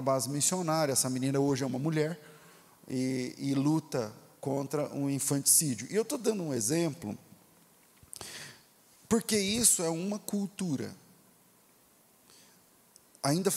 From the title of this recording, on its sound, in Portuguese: Culto Ao Vivo